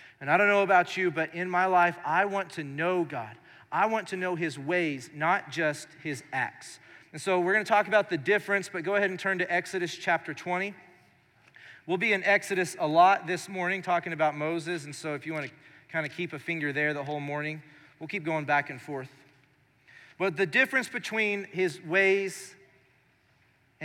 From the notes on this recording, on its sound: Recorded live during our Sunday morning service